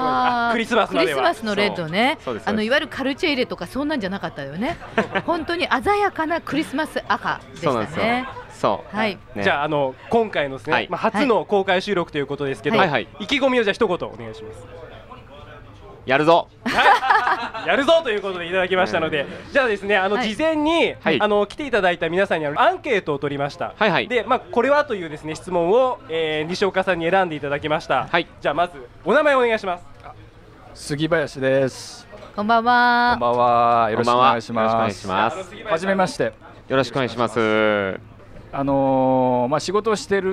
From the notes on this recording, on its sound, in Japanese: 公開収録PARTY。オーガニックワインバー喃喃 麻布十番ストアより公開収録！